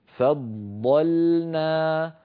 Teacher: الأولى مشددة فض فض، فننطقها بهذا الشكل فضلنا، فض فاء مرققة، ضاد مفخمة بعدها لام مرققة